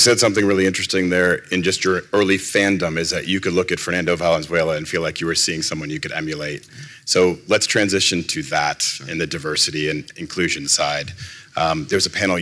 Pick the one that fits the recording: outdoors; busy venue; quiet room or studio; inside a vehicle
busy venue